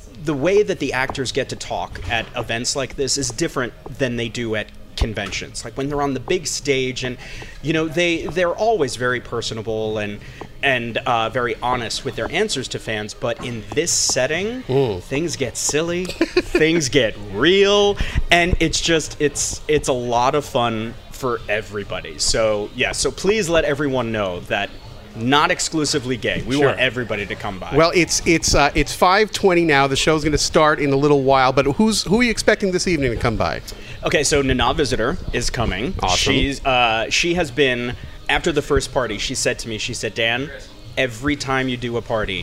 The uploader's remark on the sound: live from the Gaaays in Spaaace event in NYC